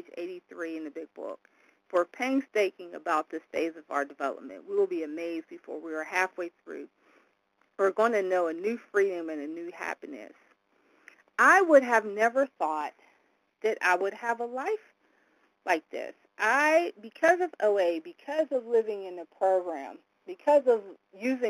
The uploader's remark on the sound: from the 100 Pounders Phone Meeting, date unknown